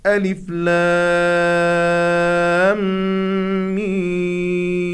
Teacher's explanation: ويجب أن نمد هذه الحروف المقطعة ستة حركات